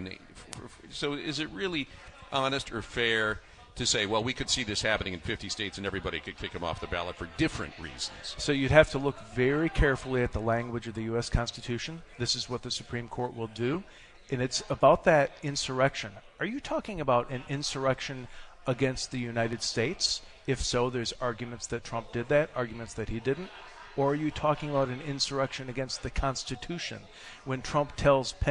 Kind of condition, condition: setting, busy venue